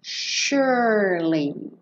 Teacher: E como o E do meio não é pronunciado, você enrola a língua no R, sure, e já vem com o li, surely.